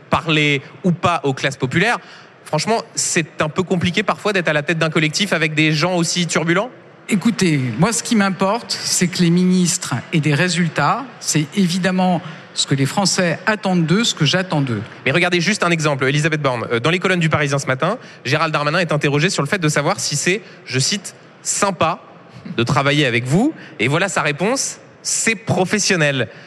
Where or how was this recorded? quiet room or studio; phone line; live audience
live audience